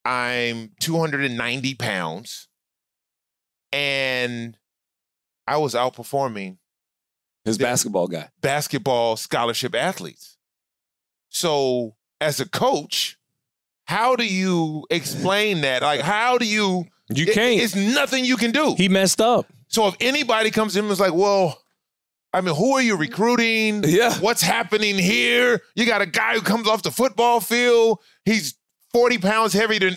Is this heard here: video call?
no